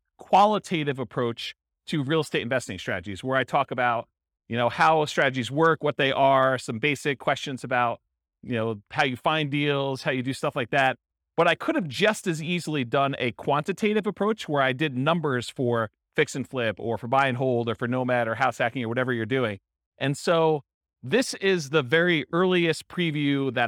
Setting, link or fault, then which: setting, live audience